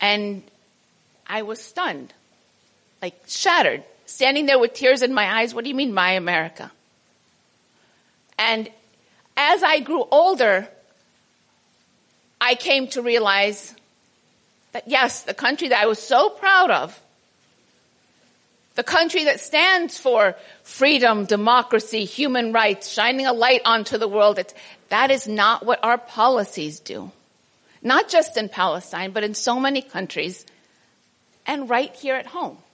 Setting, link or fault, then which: setting, live audience